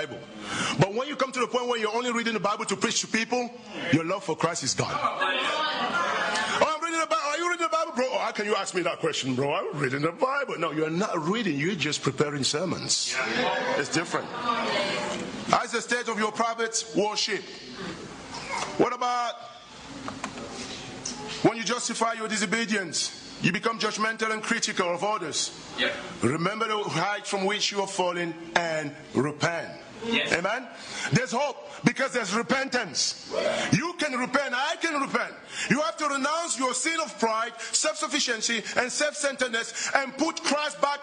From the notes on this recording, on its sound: at the European Missions Conference